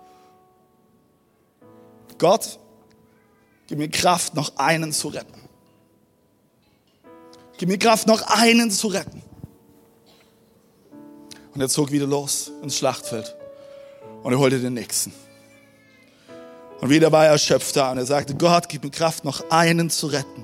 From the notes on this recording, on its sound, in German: Audiomitschnitt der Predigt vom 12.